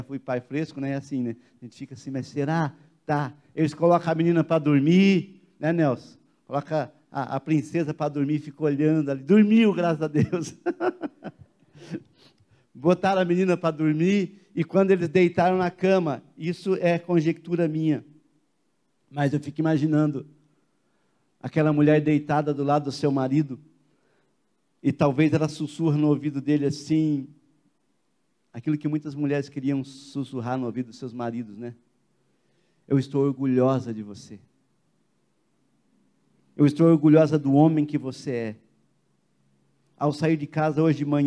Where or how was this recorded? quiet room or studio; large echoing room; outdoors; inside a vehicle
large echoing room